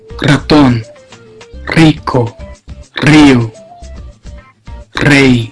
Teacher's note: Cuando se articula al inicio de palabras es fuerte y vibrante.